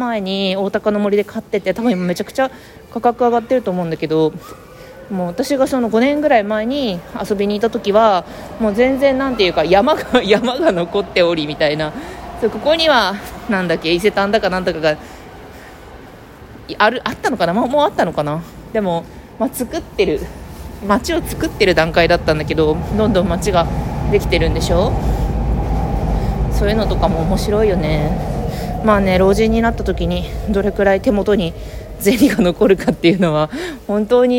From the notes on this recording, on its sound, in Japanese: 武蔵小杉を歩きながらしゃべっています。